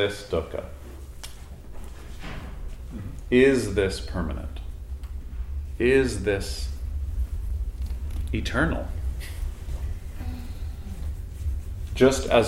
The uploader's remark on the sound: Recorded in front of a small group in Toronto in 2015.